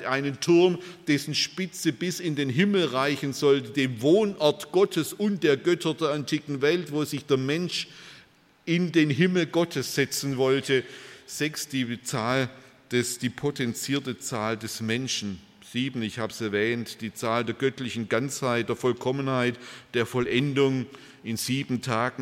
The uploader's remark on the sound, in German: bei einer Veranstaltung der Liebenzeller Mission